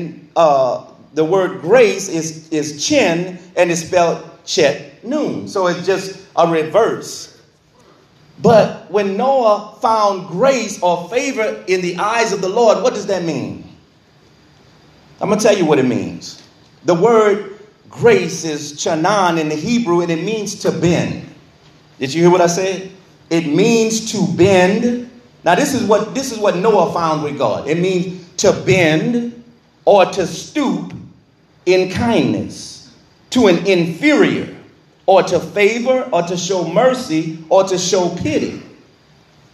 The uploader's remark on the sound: This bible study was recorded in the sanctuary of True Vine Missionary Baptist Church.